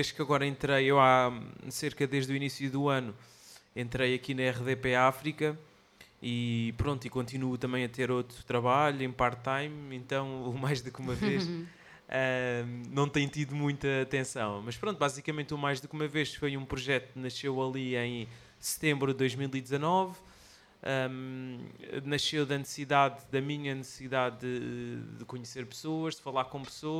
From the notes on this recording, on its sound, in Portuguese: Chasing Rabbits Record Store. Desta vez já ao vivo na nossa segunda casa, a Chasing Rabbits.